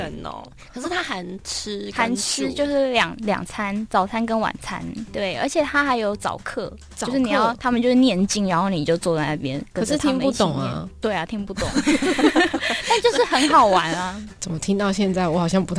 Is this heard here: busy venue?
no